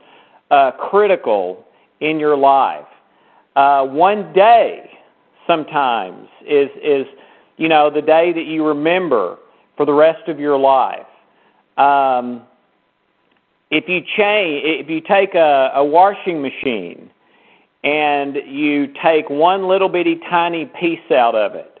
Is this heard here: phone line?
yes